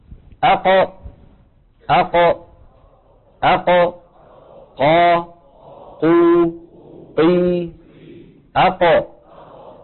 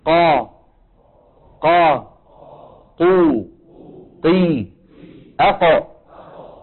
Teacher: أقصى اللسان مع الحنك اللحمي. · Term: القاف